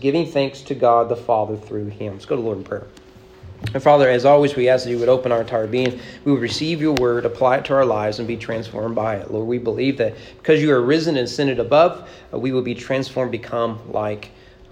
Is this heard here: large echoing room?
yes